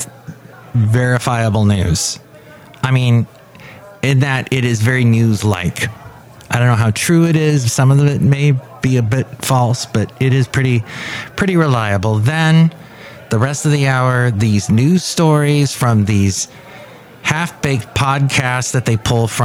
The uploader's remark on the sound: podcasts live from Café Anyway